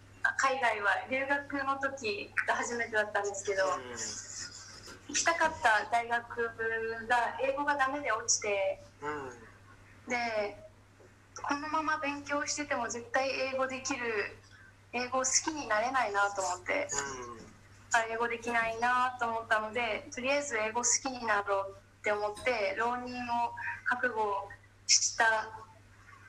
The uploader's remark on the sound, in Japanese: 沖縄からの出演者。ZOOM収録。